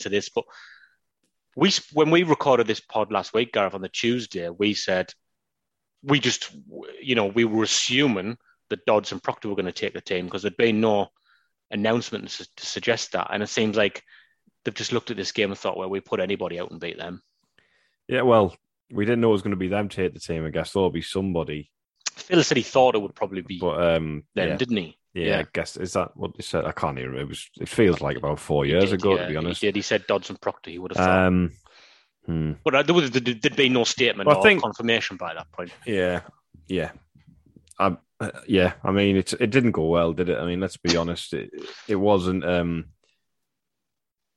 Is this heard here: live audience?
no